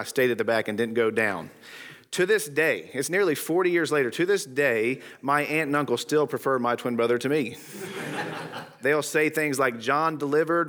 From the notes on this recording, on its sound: Today's episode is from the Christ Centered & Clear Conference in Glenrothes, Scotland.